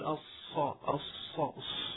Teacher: يستخدم الشفتين يعني كأنهم يضم الشفتين قليلا، فتخرج الصاد يعني مخلوطة بشيء من الشين، يعني فيها شيء من الهواء، هواء الشين يعني. فمثلا يقول الصا الصا الص، هذا الصوت · Term: خليط بين الصاد والشين